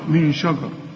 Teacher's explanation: شوف الشين مرققة دائما، اوعى تخنها، اوعى تفخم الشين